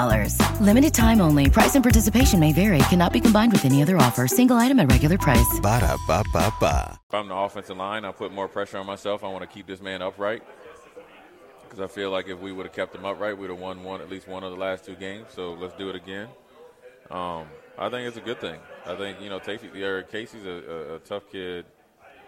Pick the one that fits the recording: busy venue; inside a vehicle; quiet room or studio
busy venue